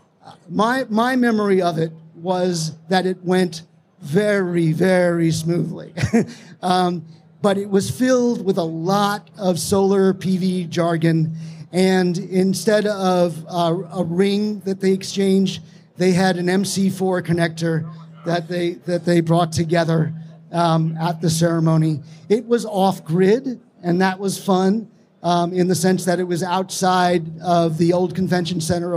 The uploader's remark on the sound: Let's Get Married at RE+ in Vegas (Live from Las Vegas). You’ll hear a live storytelling about two solar pros who decide to get married at a solar conference in Las Vegas.